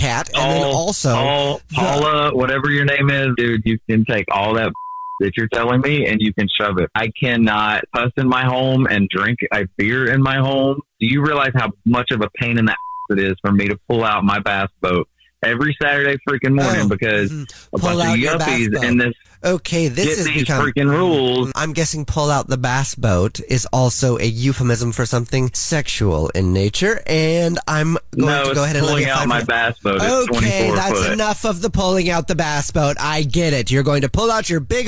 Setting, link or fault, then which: link, phone line